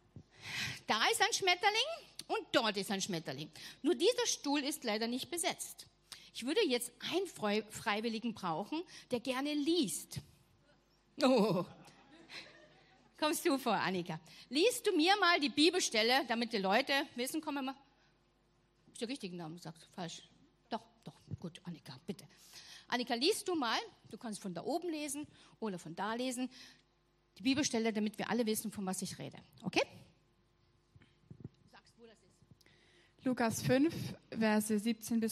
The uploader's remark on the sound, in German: Gottesdienst zum Schulanfang aus der LIFE Church Wien.